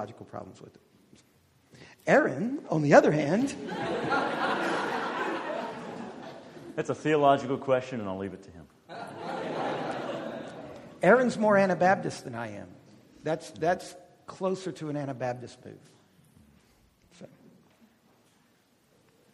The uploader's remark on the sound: This is an audio recording of the Q&amp;A that occurred after the two lectures. This is an audio recording of the Q&A that occurred after the two lectures.